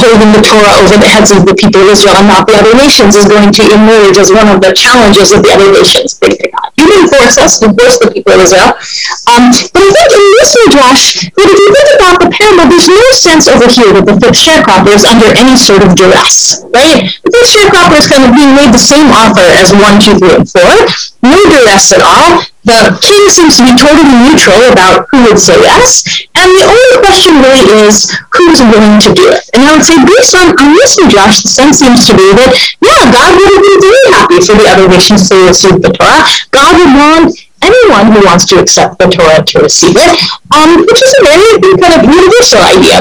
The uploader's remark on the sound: This audio was originally captured from Zoom on 06/23/2021 as part of an evening series open to the public in association with Drisha’s Summer Kollel.